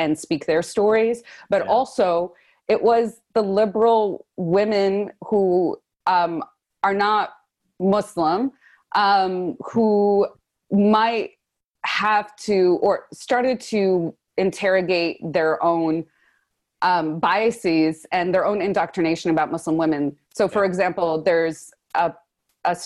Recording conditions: video call